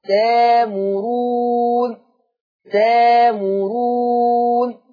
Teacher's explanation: تأمرون همزة ساكنة هتبدل بألف مادية فتقرأ تامرون.